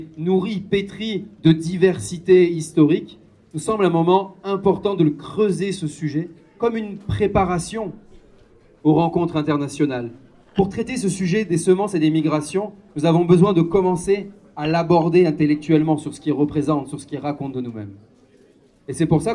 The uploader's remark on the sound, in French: Cet épisode a été enregistré lors de la fête des Semences Paysannes Maralpines, le 9 décembre 2023 à Antibes. La Maisons des Semences Paysannes Maralpines (la MSPM) avait organisé une table-ronde au cours de cet événement.